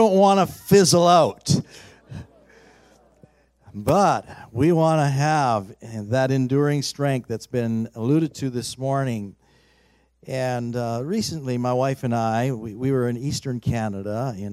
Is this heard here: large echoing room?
yes